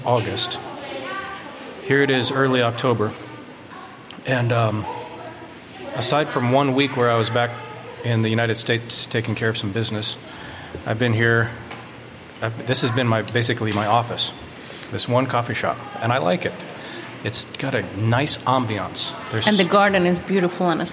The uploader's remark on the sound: Live from the U'u Dam Coffee Shop in Downtown EcoPark!